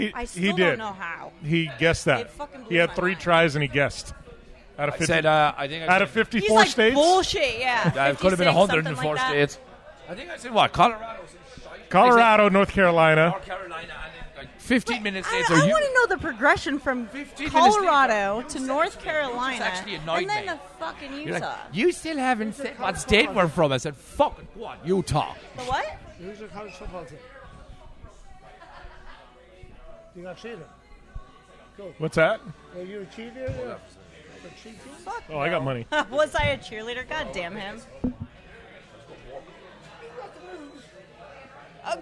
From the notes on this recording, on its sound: This episode was recorded in Peter Dillon's on 36th in Midtown Manhattan in New York City